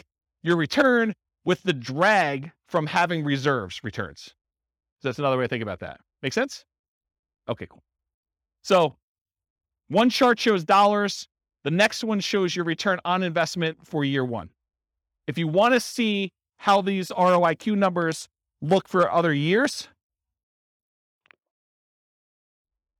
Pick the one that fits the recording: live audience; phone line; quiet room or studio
live audience